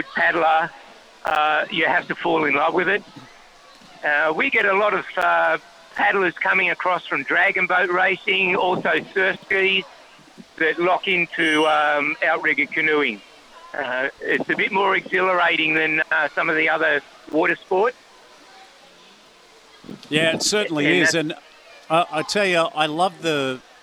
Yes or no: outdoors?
yes